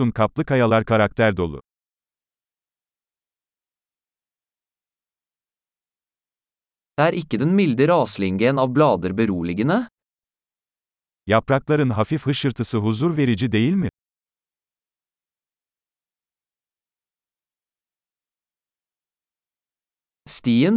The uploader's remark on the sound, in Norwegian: Lyden av den ravende bekken er terapeutisk.